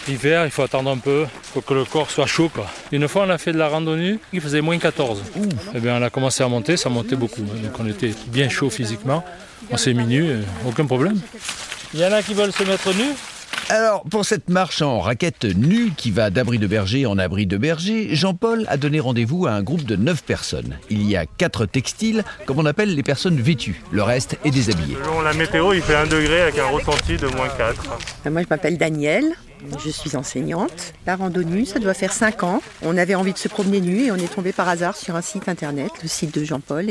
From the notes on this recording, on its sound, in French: Un audiotour du Mercantour, une marche avec les Randonneurs Nues de Provence. Une rencontre dans la montagne avec le gardien de la Mourra.